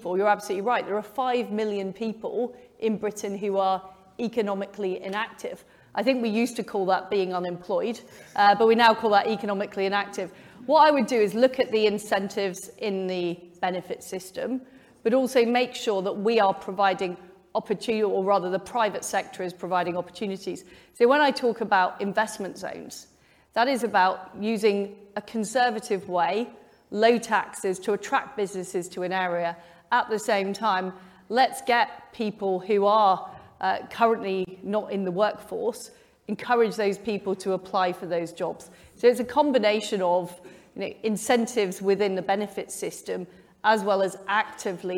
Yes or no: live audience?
yes